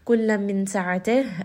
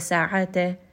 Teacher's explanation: كُلَّ مِنْ سَعَتِهِ، again we end here on a ha with a sukoon. So make sure that you are giving it a little bit of air closer to the chest. · Shown in: first take · So make sure that it does have a little bit of air.